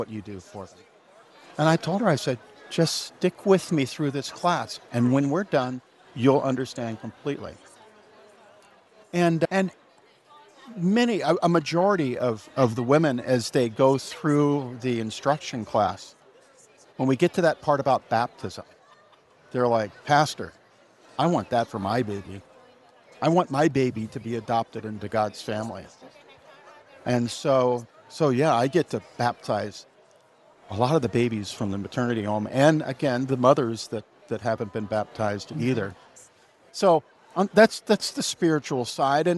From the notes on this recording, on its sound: live at the 2023 LWML National Convention